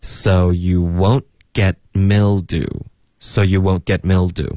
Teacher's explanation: so you won't 的特省略 get 的特省略 mildew, so you won't get mildew, so you won't get mildew.这句话特别难， it's really difficult.难点在前面两个喉音停顿。